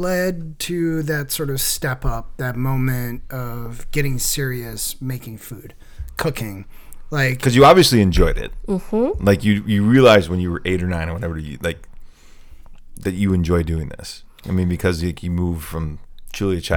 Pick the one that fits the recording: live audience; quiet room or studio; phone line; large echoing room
quiet room or studio